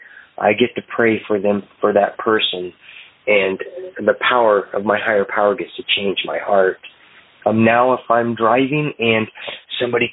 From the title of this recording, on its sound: Phone Meeting Workshop